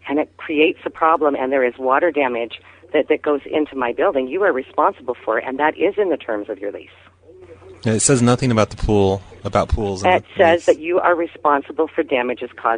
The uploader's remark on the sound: RBCP's Personal Prank Phone Calls Collection. Apartment - living room pool.